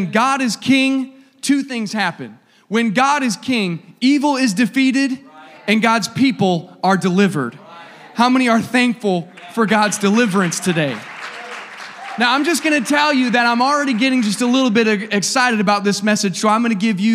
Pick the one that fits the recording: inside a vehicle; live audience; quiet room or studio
live audience